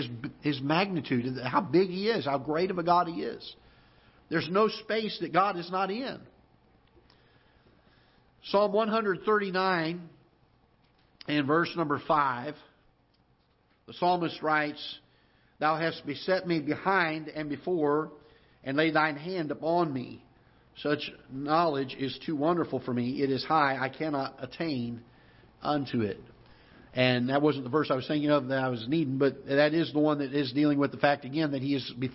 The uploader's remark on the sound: Ketha Heights Baptist Church ~ Live Broadcast